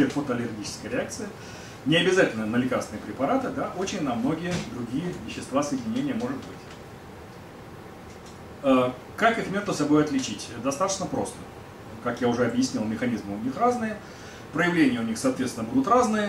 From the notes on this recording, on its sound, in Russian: Книжный клуб-магазин "Гиперион" — научно-популярная лекция